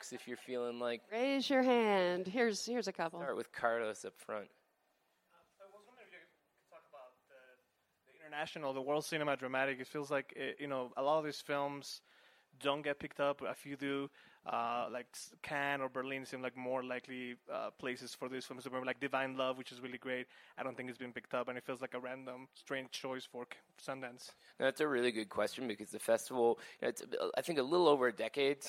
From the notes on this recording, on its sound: Live at Sundance 2019